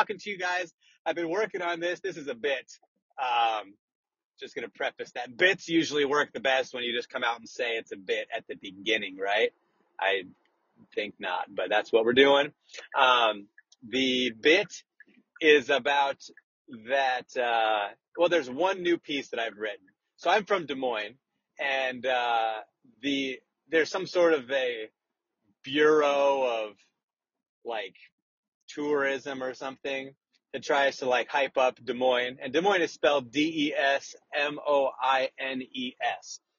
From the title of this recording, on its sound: RECORDED WHILE DRIVING AN AUTOMOBILE!